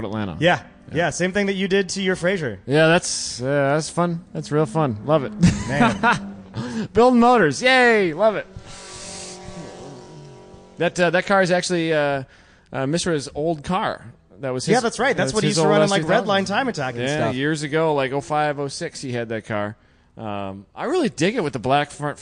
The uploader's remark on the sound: Live from #GRIDLIFE TrackBattle Round 5 - Part 2